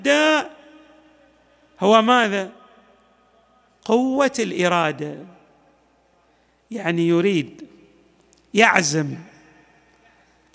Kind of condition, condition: setting, large echoing room